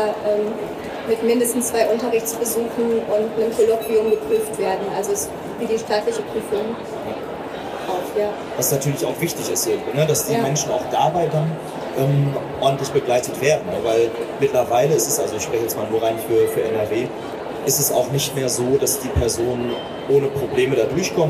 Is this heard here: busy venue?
yes